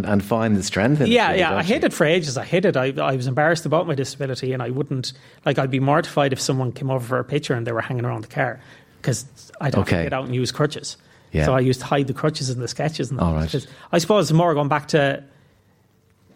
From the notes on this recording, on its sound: Comes to you today live from Galmont Hotel for Movies and Booze. As we are in Galway.